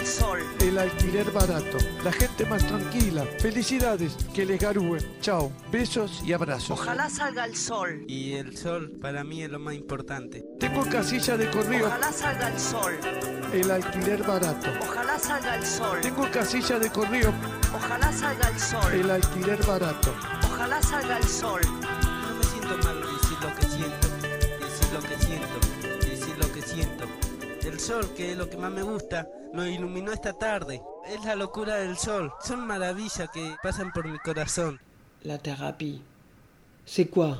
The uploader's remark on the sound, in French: De Radio Campus Tours, lors de la 19ème édition du festival Longueur d'Ondes à Brest.